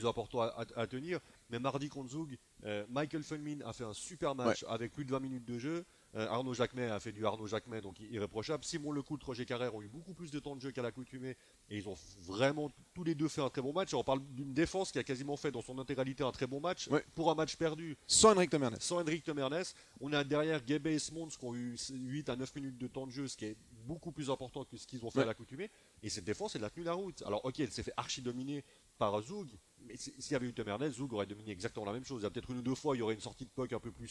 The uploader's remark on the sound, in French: Nous enregistrons en direct de Lugano où nous nous apprêtons à assister au match du Genève Servette Hockey Club face à HC Lugano.